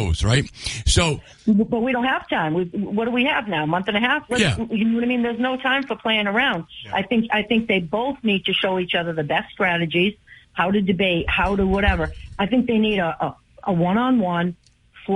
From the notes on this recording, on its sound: take calls from the audience